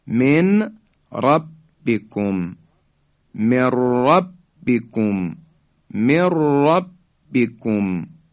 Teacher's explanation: نون ساکن در حرف به اصطلاح را ادغام شد